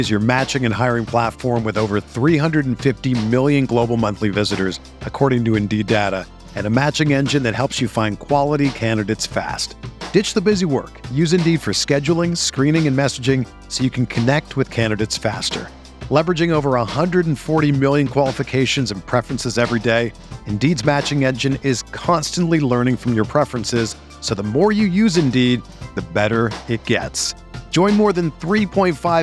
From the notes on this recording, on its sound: Live from Angels Stadium